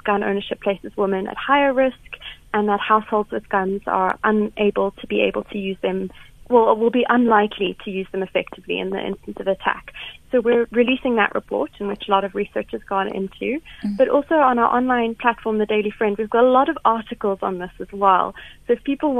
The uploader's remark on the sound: SHE IS ON THE LINE